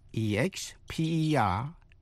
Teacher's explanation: Danh từ expertise, E-X-P-E-R-T-I-S-E, expertise, là nhấn vần 3